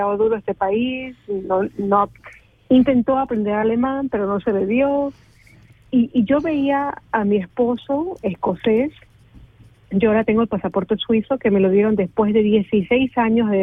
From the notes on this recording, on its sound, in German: In der Sendung kommen wichtige Akteurinnen des Frauenkampfes zu Wort, als Studiogast oder per Telefoninterview.